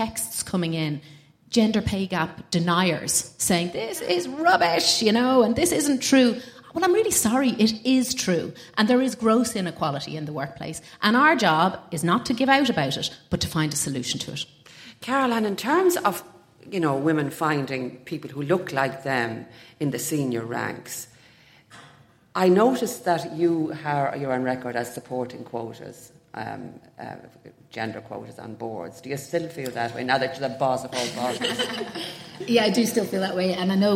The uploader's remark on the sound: Recording an episode in front of a live audience in the salubrious surroundings of the headquarters of their sponsor Eir in Dublin 8.